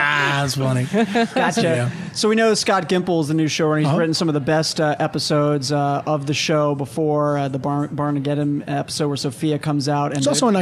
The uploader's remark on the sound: As we broadcast LIVE from Comic Con 2013.